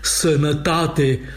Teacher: dialectul bucureștean a închis toate aurile neaccentuate, zicând sănătate din latinescul sanitate.